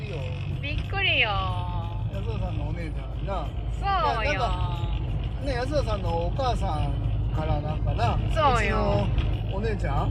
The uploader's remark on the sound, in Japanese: 運転しながら生配信。